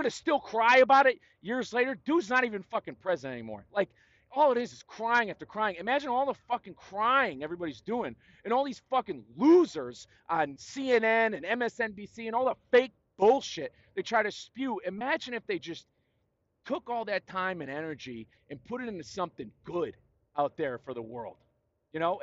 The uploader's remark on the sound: Talk more winter scaries on I-40 in New Mexico. Share more of what goes on inside this old brain of mine while I’m driving.